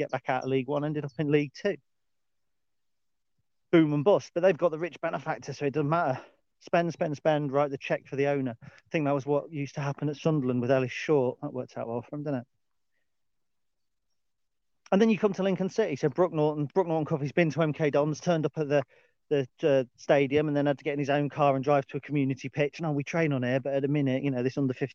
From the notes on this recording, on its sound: Dog Walk Special 11. A dog walk special.